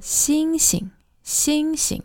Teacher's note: The character itself, xing, is a first tone, but when put together and it's duplicated, you go xing xing, xing xing. The second one becomes a neutral tone.